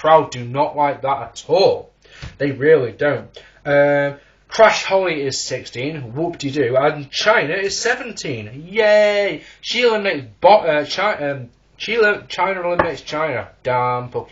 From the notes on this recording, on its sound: Originally recorded in January 2010, so the audio quality isn't brilliant.